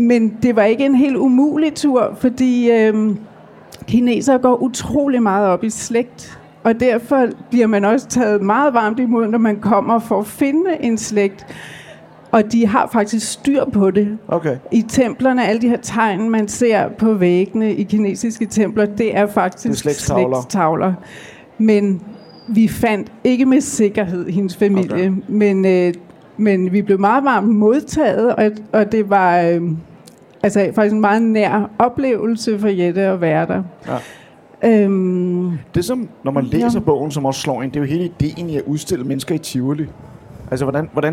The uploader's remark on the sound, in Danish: Dette afsnit er optaget live fra Bogklubbens scenen på Bogforum 2018.